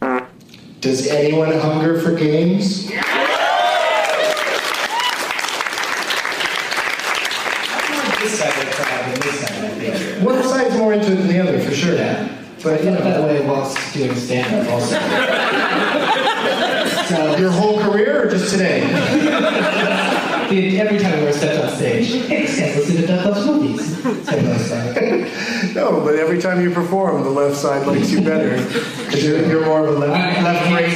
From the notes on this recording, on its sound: against audience members at two shows at the Funny Bone in Toledo, OH